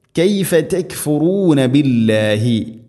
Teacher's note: കൈഫ കൈഫ കൈഫ എന്നല്ല ഉച്ചരിക്കേണ്ടത്, കാഫിനെ അവിടെ കനപ്പിച്ച് ഉച്ചരിക്കരുത്, നേർപ്പിച്ച് ഉച്ചരിക്കണം. കൈഫ തക്ഫുറൂന, തക് അക് ഈ ശബ്ദം വരണം.